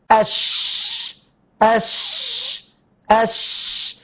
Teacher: لكن الشين تعدت، تعدت إلى طرف اللسان، تعدت من الوسط وذهبت إلى طرف اللسان.